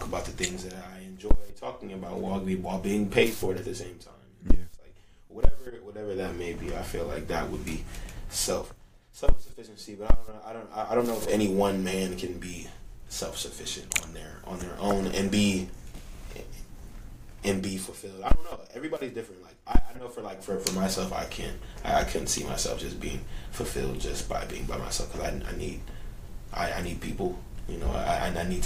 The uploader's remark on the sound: During the recording process, the episode's audio quality was corrupted.